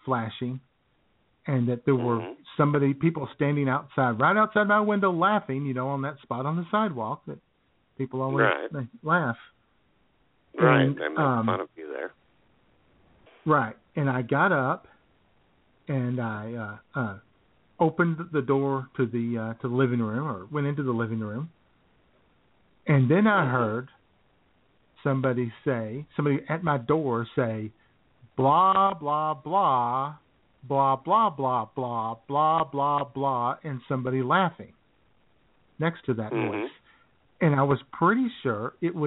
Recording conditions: phone line